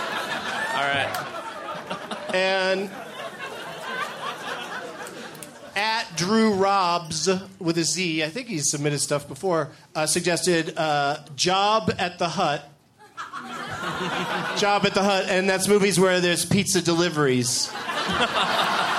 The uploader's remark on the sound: Recorded at Comedy Works in Denver, CO